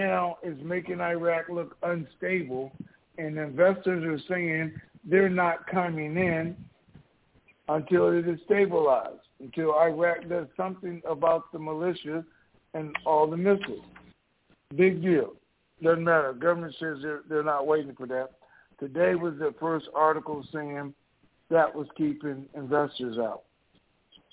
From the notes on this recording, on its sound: TNTSuperfantastic Conference Call.